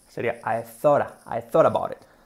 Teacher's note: la T, siempre que va seguida de una vocal, normalmente, entre vocales, se convierte en una R suave